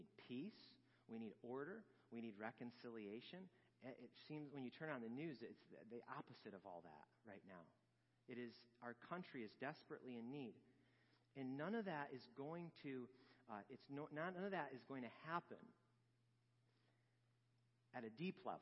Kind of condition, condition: setting, large echoing room